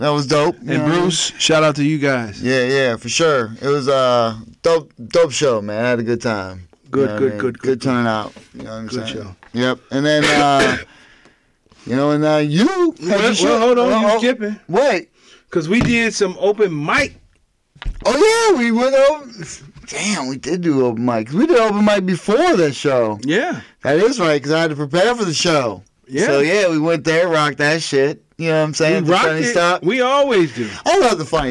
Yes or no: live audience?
no